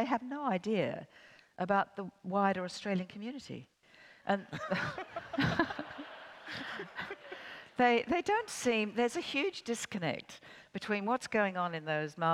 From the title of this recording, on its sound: 2019 Newcastle Writers Festival Opening Night